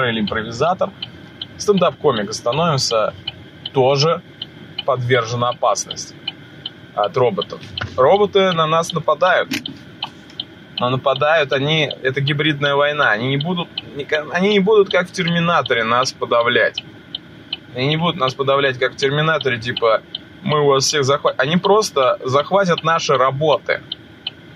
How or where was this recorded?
inside a vehicle